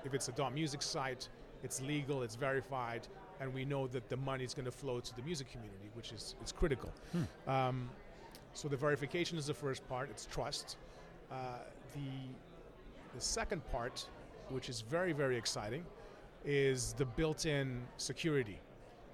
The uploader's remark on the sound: Music Tectonics went to Midem! Recorded interviews with Midemlab competitors and international music tech superstars, on the spot in Cannes.